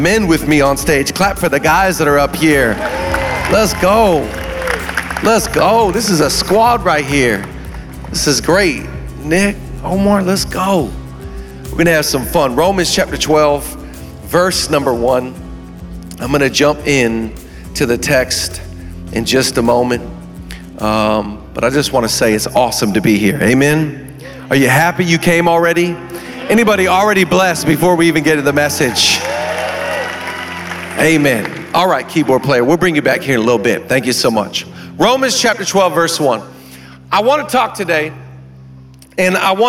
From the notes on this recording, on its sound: VOUSCon Sunday. Live from VOUSCon 2023.